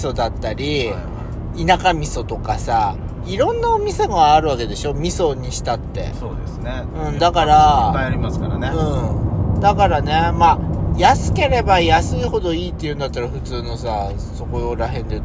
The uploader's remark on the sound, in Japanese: ドライブ収録 #ロードノイズごめんね